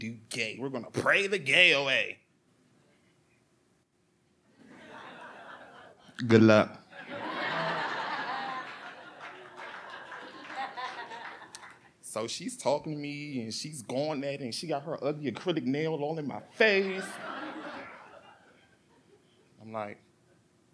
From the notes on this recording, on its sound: true stories told live on the Story District stage